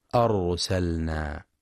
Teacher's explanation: ينتبه القارئ لتفخيم راء أرسلنا، لأنها ساكنة وقبلها مفتوح